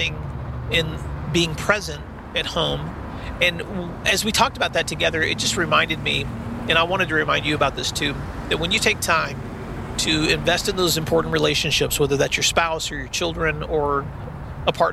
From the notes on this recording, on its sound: On the Road. This week’s episode I recorded while driving (after safely cuing my recorder before starting a long drive).